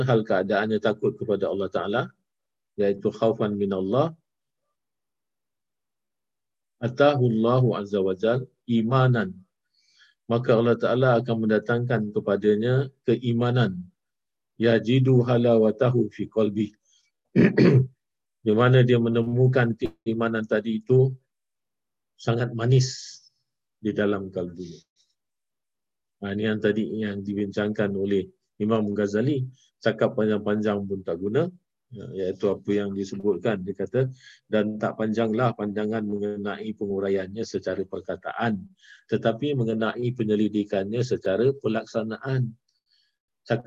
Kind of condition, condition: link, video call